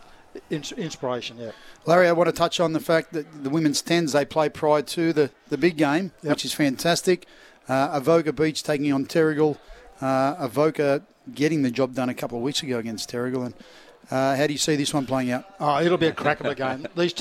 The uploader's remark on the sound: Live from Central Coast Stadium for the local Rugby Grand Finals including the presidents cup.